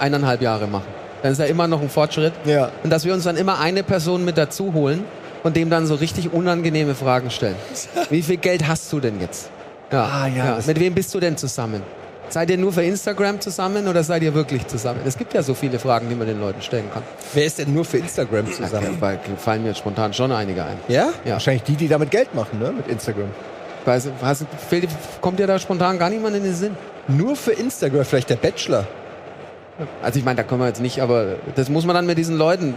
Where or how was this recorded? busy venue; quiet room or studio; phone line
busy venue